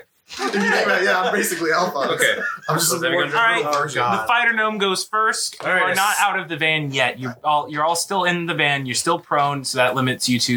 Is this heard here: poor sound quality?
yes